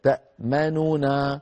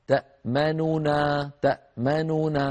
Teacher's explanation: تأمن فعل مضارع آخره نون مضمومة وقبله ميم مفتوحة، تأمننا، تأمننا، فالتقى في النطق ثلاث حروف غنة: الميم والنون والنون الثانية · Term: ثلاث أحرف غنة